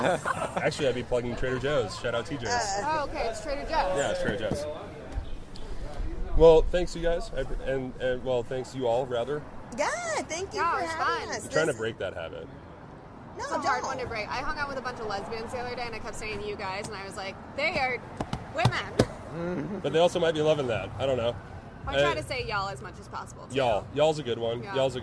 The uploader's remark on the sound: As we nerd out in public over Futurama before the HaHa Harvest Festival showcases at Kelly’s Olympian in Downtown Portland!